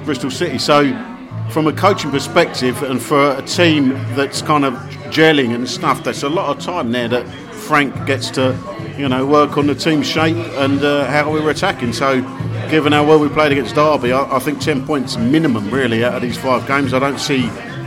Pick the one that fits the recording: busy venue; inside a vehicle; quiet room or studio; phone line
busy venue